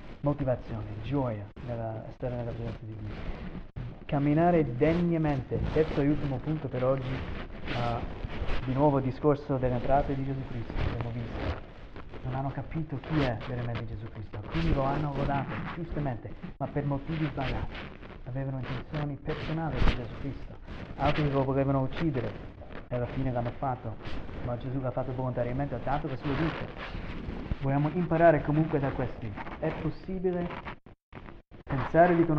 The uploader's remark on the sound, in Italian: Ci scusiamo per la pessissima qualità del audio questa volta (problemi tecnici).